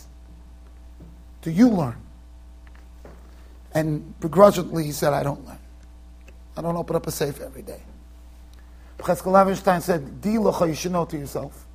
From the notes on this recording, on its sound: Shiur recorded in Yeshivas Ohr Reuven, Monsey NY.